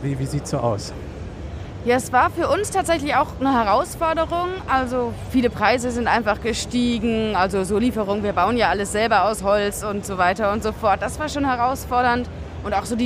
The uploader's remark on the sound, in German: Live von der Gamescom 2022